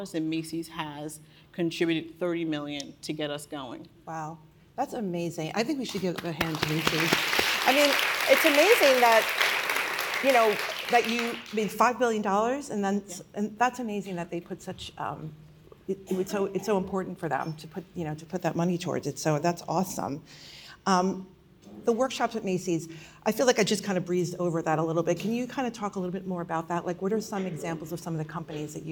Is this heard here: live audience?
yes